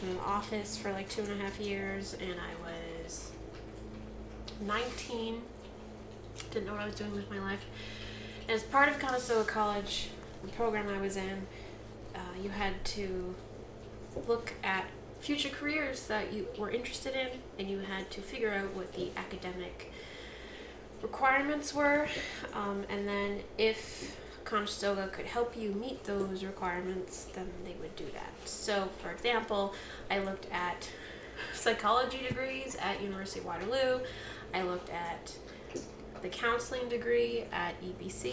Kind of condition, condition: fault, sounds in the background